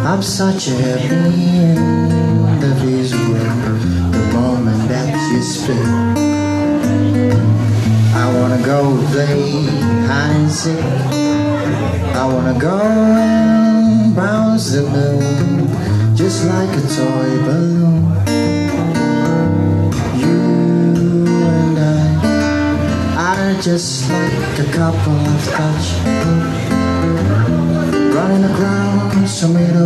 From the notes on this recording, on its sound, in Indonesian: Live at Markat Coffee Bandung.